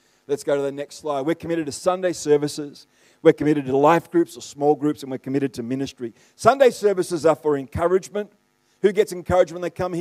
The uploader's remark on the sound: The live stream of Destiny Church Atherton.